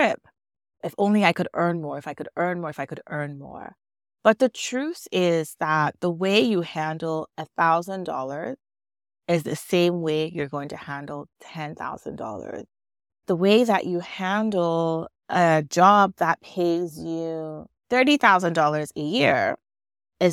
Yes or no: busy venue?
no